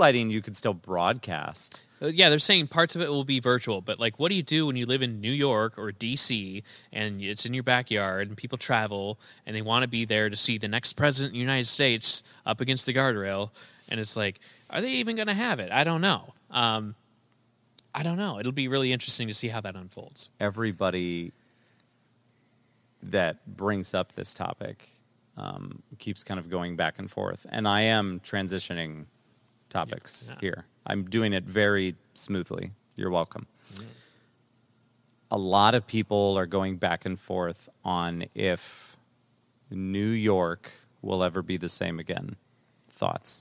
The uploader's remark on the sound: Forced outside due to unfortunate events. Are at one with nature.